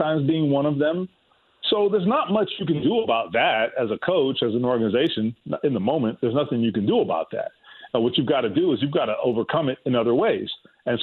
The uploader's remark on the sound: He then takes some calls from listeners of the show. Takes some more phone calls from listeners of the show!